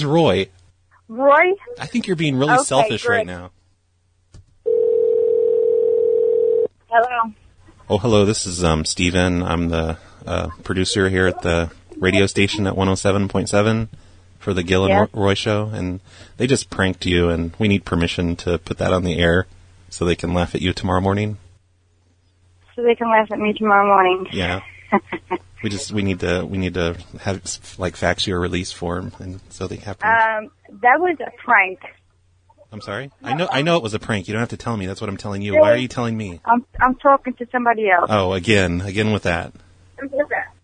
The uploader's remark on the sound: Prank Phone Calls Collection